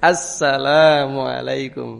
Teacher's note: Harusnya idgham syamsiah assalamu bukan al salamu. Nanti kalau orang salam al salam ya kan salah.